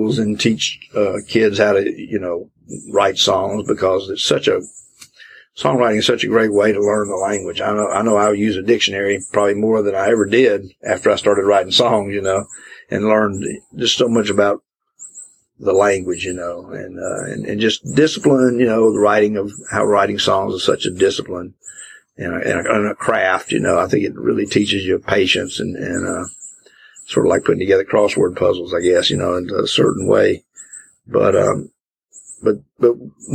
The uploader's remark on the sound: This interview was recorded outside a few years back and was then broadcast on FM radio.